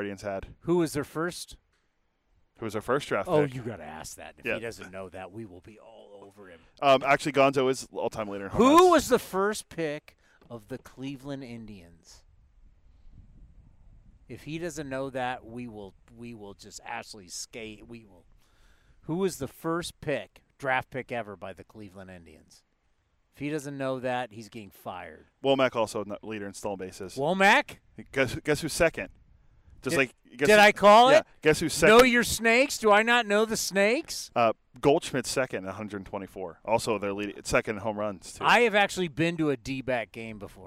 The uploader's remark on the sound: live from A's Spring Training